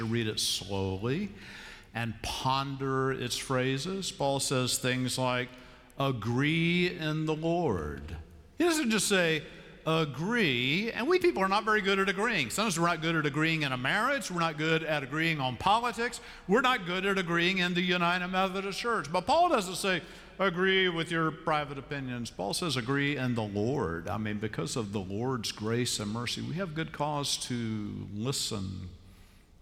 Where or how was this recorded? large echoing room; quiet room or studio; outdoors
large echoing room